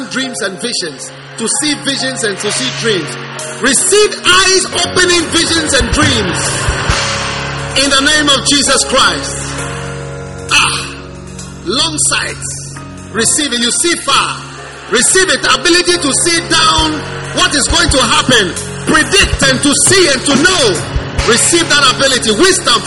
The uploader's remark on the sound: Preached at the First Love Gathering Service.